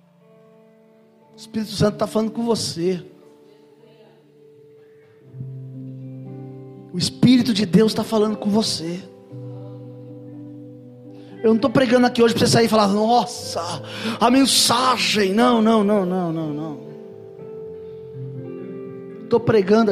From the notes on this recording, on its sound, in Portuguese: Mensagem gravada em 12/02/2023 - Culto da Família